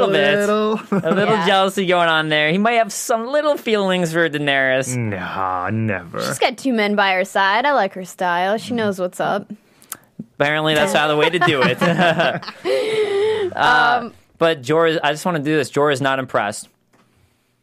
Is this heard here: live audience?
no